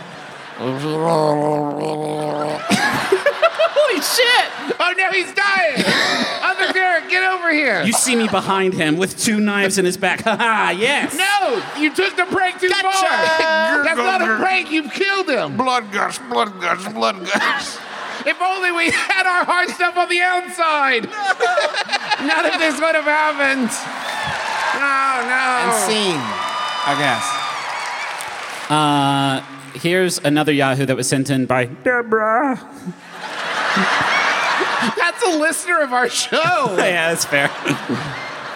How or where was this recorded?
live audience